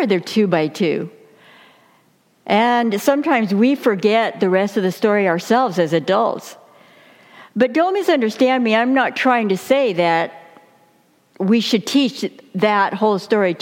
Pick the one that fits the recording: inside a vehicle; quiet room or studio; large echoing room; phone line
large echoing room